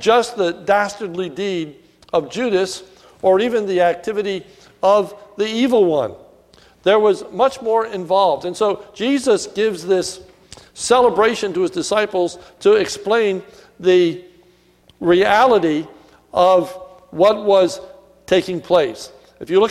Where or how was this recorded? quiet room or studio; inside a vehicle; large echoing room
large echoing room